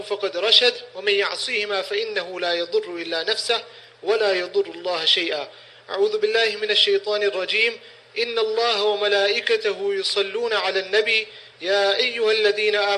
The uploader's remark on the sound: Jumah Lecture At Soofie Masjid Glenearn Road (Overport)